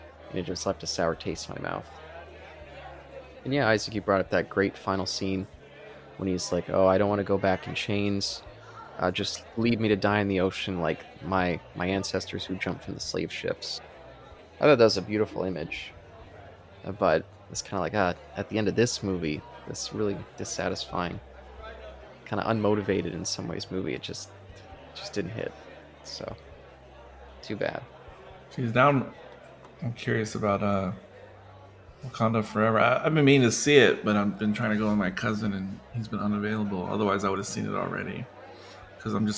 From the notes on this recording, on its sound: This episode was recorded in front of a live bar-side audience